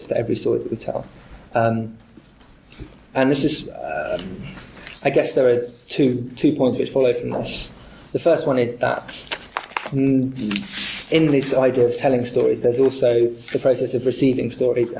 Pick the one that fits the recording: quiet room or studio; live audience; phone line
live audience